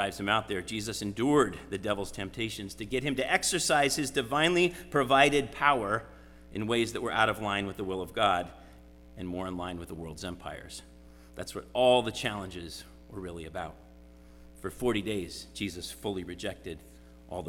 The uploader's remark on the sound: Sermon preached at RCHP on January 22, 2023.